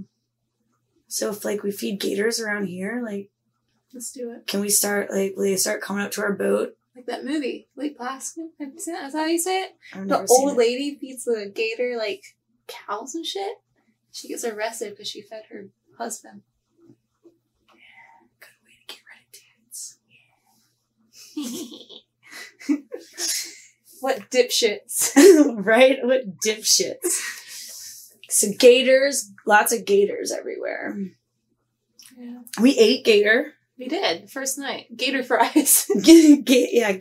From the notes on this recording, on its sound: our low budget quality audio